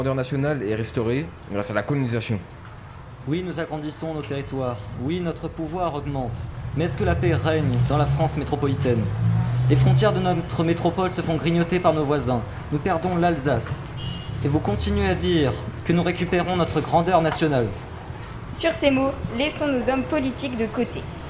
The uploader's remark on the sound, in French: Le Collège Guy Flavien au Musée National de l'Histoire de l'Immigration. Dans le 12e arrondissement de Paris. Enregistrer en public, sur la terrasse du Palais de la Porte dorée. L'émission était l'aboutissement d'un cycle de trois ateliers dans le cadre d'un partenariat entre Radio Campus Paris et le Musée National de l'Histoire de l'Immigration.